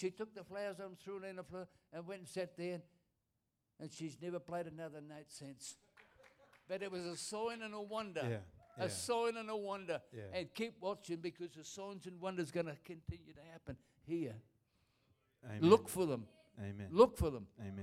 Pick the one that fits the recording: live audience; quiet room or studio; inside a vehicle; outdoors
live audience